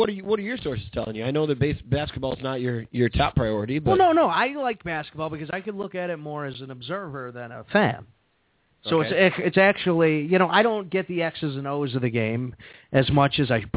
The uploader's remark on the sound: In Spokane called in with his 3 year old.